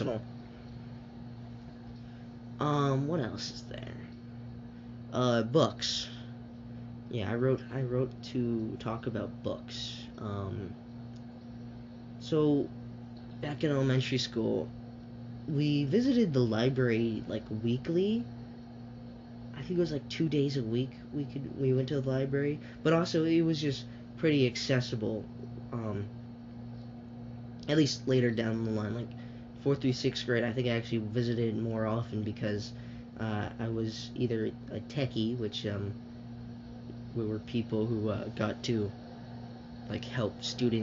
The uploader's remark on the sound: Sorry about the background noise, my air conditioner was on at the time.